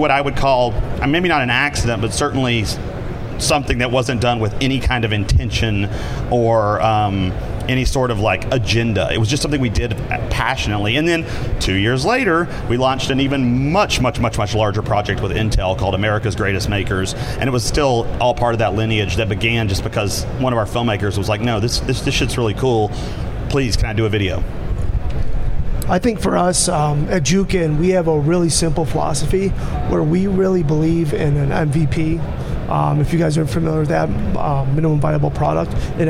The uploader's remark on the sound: Live at NAB show 2017! Live from the NAB show 2017 Advanced Advertising Pavilion.